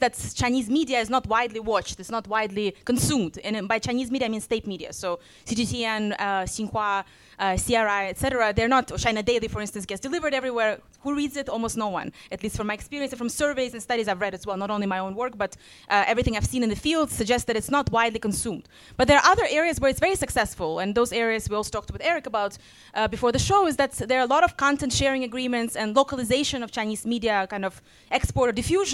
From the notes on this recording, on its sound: A live recording from New York on the eve of the 2023 NEXTChina Conference. This show is unedited to preserve the live feel!